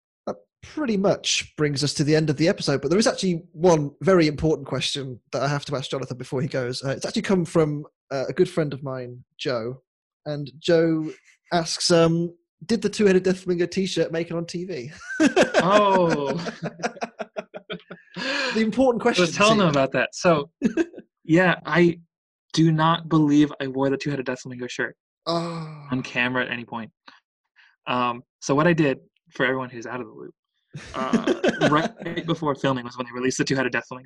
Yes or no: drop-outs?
yes